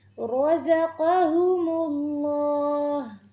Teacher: زا کے اندر بزنگ ساؤنڈ بھی کلیئر ہوگی اور پھر ہیوی بھی نہیں ہونا چاہیے